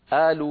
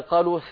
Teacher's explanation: وقس على ذلك بلاد الشام وبلاد مصر يقلبون القاف همزة · Shown in: first take